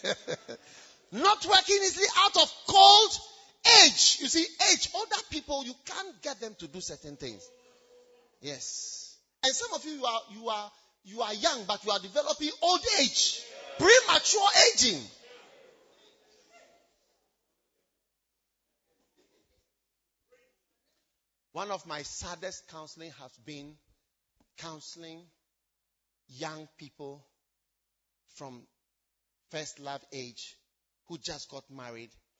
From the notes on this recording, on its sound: Preached at First Love Church, Legon